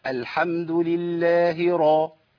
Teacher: الراء هنا مفخمة مفتوحة، صح؟ الراء المفتوحة عندي في القرآن مفخمة